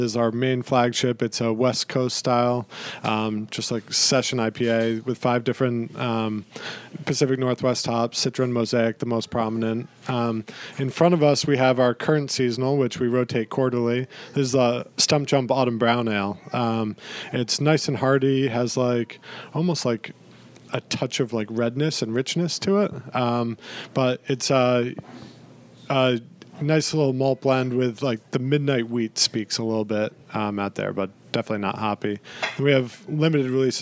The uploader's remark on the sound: Recording at Top Hops Beer Shop. Some of his early supporters are around the table as well.